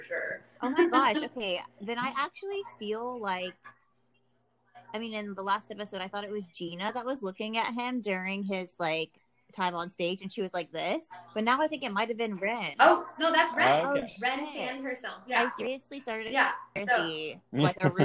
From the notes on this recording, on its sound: Trust that we are not actually cutting her off - we'll work out these kinks in time!